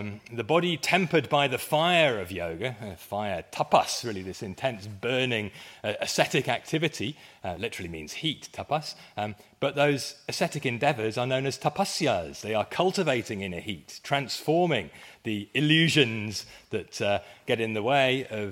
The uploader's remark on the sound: It was part of a conference at the University of Wales, hosted jointly with the College of Medicine. I went first and set the scene with a very brief history of medical yoga, which got quite lively in both the delivery and the Q&A afterwards (included in this episode).